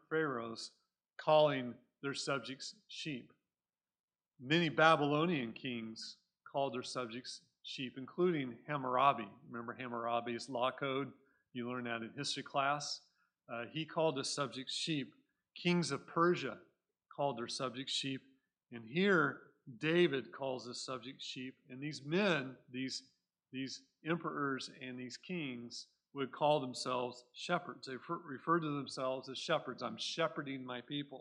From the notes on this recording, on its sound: Recorded at Cornerstone Church in Mesa, AZ